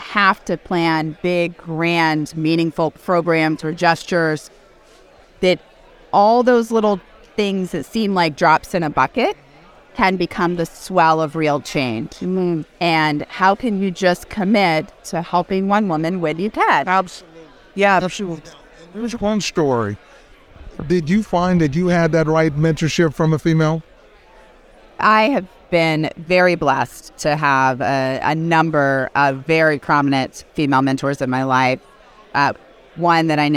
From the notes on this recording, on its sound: at The Benzinga Cannabis Capital Conference